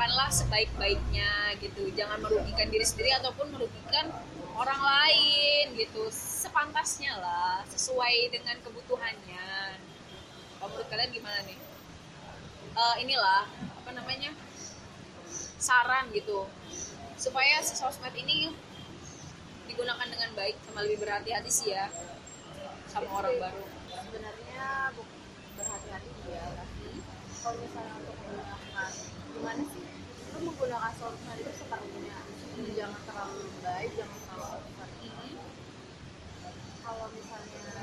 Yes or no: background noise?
yes